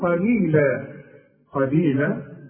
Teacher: القاف مفتوحة مفخمة وعند الوقف تديها ألف كاملة